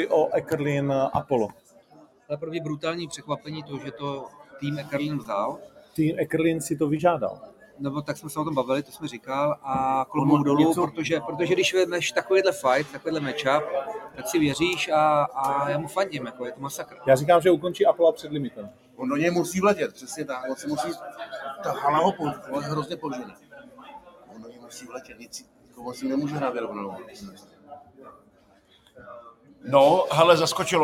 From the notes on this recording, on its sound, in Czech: LIVE Z HOTELU, A PROCHÁZKA V NY.